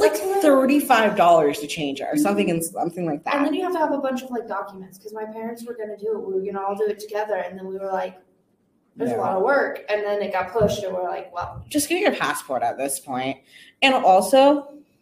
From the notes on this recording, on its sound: Mind any technical issues or wonky parts of the episode, we're going through a learning curve.